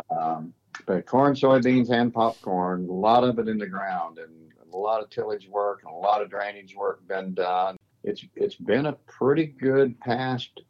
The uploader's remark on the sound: Checking in via phone with growers from Missouri on up to Canada.